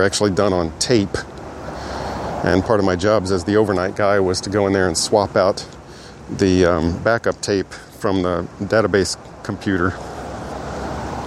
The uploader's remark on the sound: This is a walking-and-talking response. The Sony Model ECM-MS957 (1996) Electret Condenser Middle-Side Stereo Microphone.